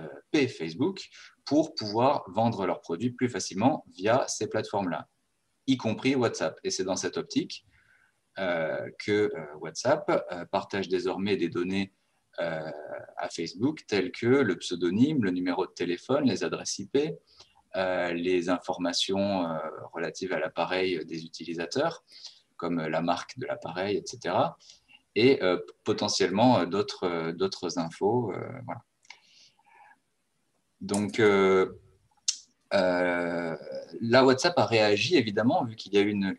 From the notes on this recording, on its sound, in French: Ceci est une rediffusion du webinaire enregistré le 2 février 2021